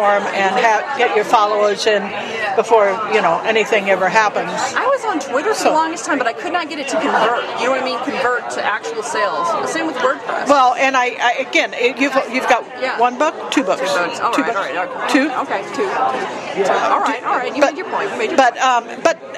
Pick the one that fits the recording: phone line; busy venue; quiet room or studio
busy venue